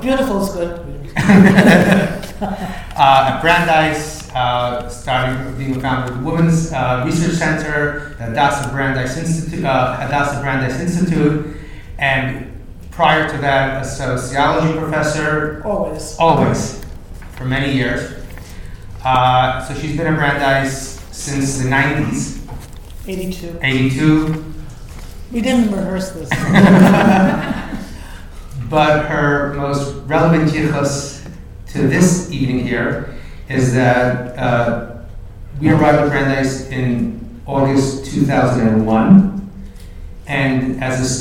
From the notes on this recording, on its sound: This episode, recorded in front of a live audience, is a reflective conversation on our 21 years at Brandeis and our dream for the future.